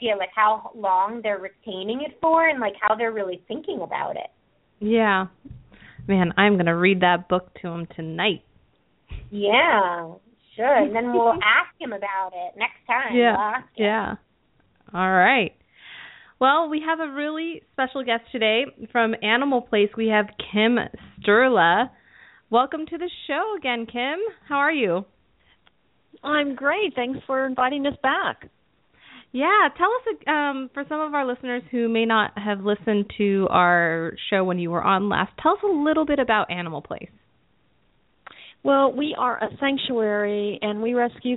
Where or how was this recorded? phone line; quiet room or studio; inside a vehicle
phone line